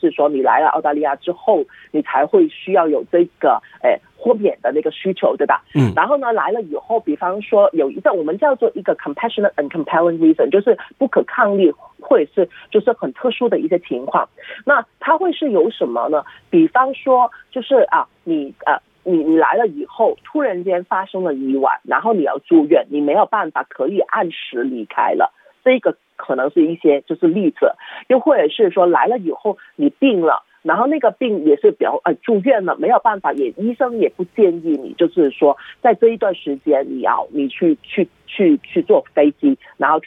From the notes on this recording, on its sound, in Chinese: 回放热线录音